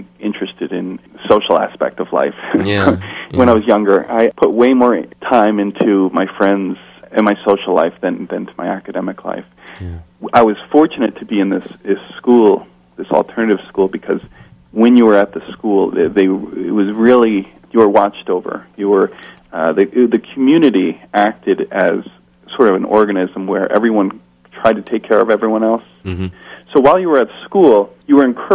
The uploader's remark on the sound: telephone interview segment